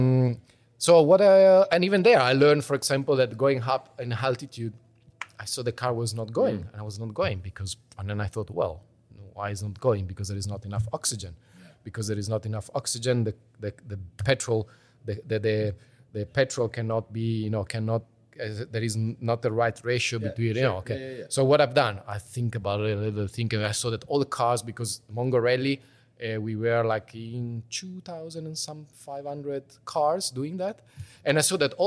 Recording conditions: busy venue